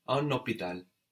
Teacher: We have an obligatory liaison there between un and hôpital.